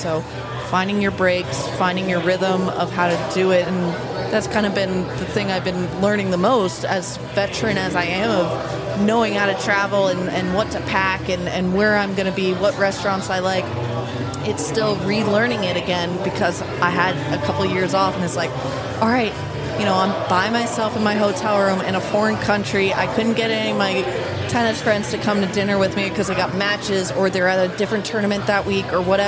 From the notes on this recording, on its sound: After the Waikiki 株塾 Cup, a three-day tennis event held in Waikiki, Hawaii. This interview was recorded in the lobby of the Outrigger Reef.